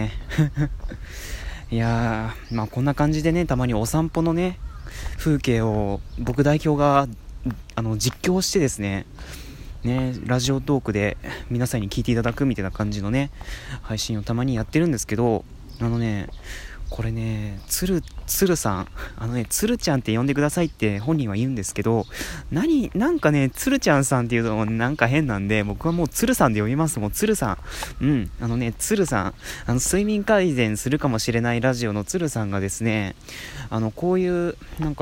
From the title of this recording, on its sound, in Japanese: おさんぽしよ。＠とある公園